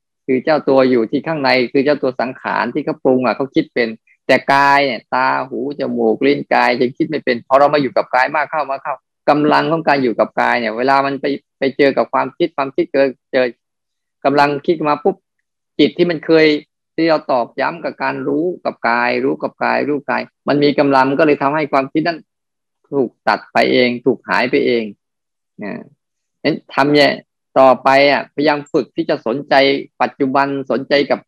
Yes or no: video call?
yes